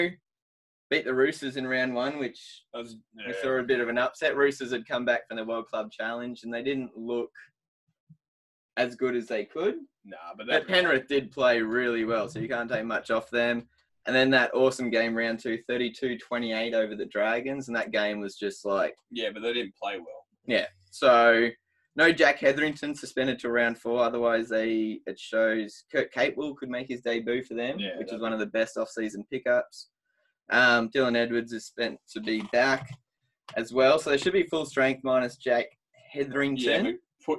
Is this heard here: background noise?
no